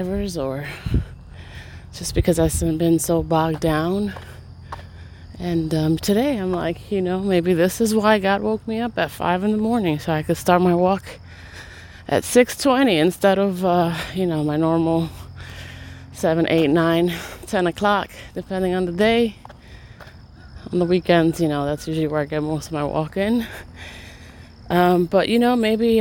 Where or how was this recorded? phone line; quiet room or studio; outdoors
outdoors